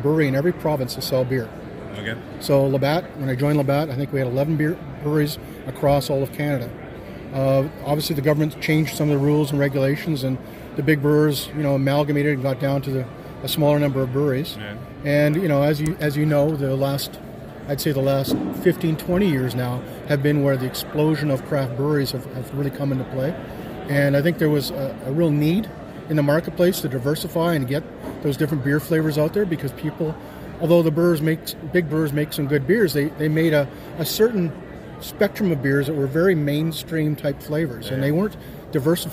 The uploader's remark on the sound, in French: Nous sommes au Canadian Brewing Awards Conference à Halifax.